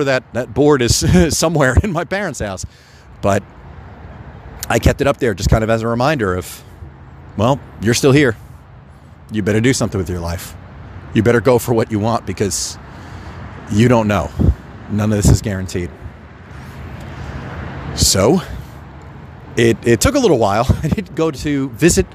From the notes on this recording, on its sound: Speaks directly into his phone while walking the streets of New York City, where it all happened.